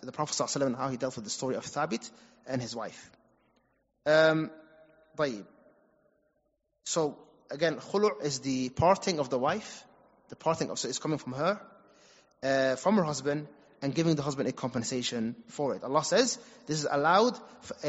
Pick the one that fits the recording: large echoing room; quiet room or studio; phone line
large echoing room